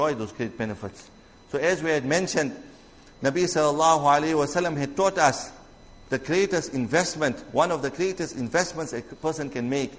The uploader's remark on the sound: Jumuah lecture